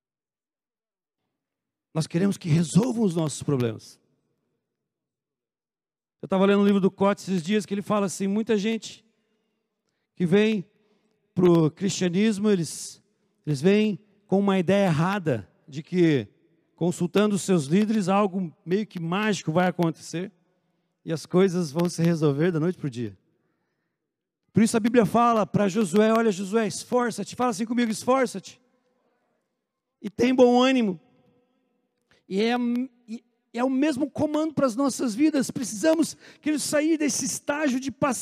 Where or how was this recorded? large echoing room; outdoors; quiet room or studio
large echoing room